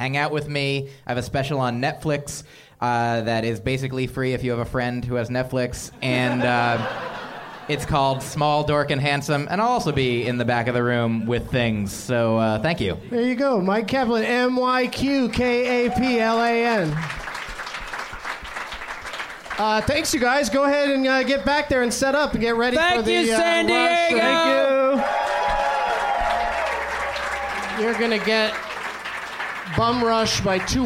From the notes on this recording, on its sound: Live from the American Comedy Company in San Diego